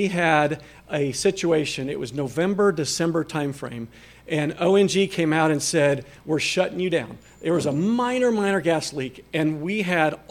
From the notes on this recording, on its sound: This episode is a recording of the Celebration of Progress event for the Loeffler Primary Division's Expansion and Renovation. It took place in the Nichols Activity Center on Casady's campus and was attended by a number of the project's supporters and developers.